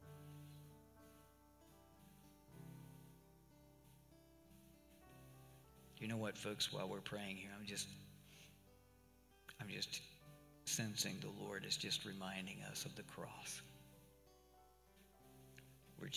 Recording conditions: large echoing room